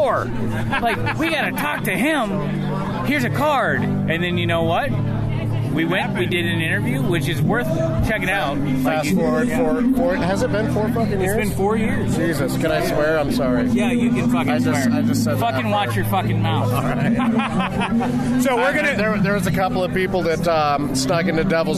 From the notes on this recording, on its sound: This time the guys recorded from Tacoma’s Art on the Ave 2018. Art on the Ave is Tacoma’s largest art based event that celebrates music and arts along 6th Avenue from State St to Alder.